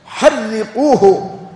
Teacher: ما قالوا احرقوه وإنما حرقوه، هكذا بالتشديد